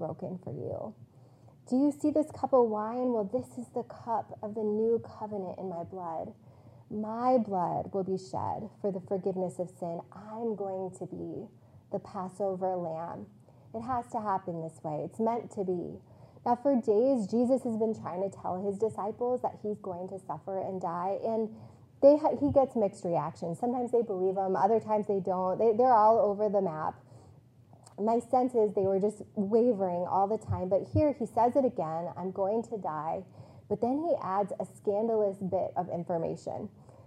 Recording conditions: large echoing room